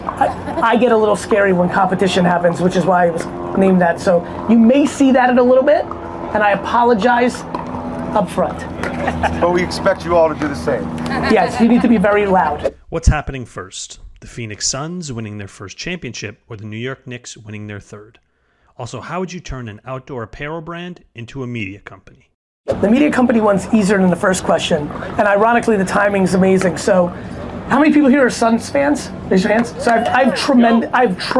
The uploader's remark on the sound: a Q&A I did in Mesa, Arizona at the season opener for the New Jersey 5s Major League pickleball team